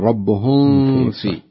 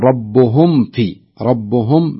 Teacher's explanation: نطبق الميم كاملة نظهرها كاملة · Shown in: second take